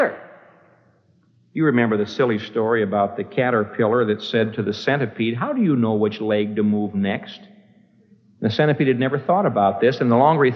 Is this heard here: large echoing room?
yes